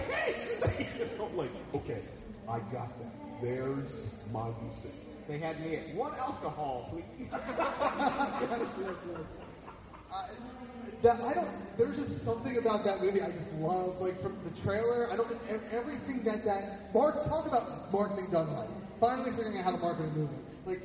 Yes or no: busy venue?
yes